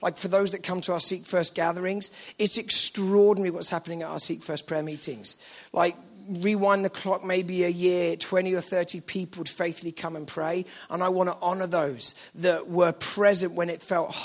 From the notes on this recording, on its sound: at the KXC Weekend Away